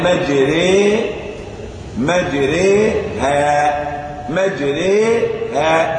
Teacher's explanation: لكني املت الالف، املت الالف الى الياء · Term: الإمالة